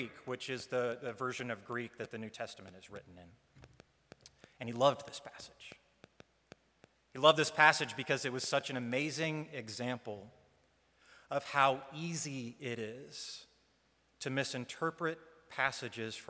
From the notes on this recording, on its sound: Live stream from the sanctuary of Mayflower Congregational UCC Church in Oklahoma City.